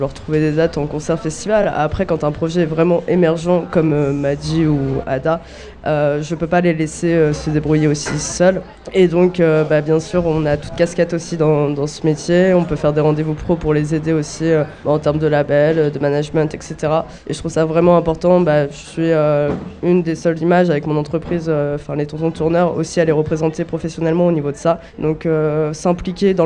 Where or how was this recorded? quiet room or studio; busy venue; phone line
busy venue